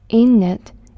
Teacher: link the consonant N with the vowel I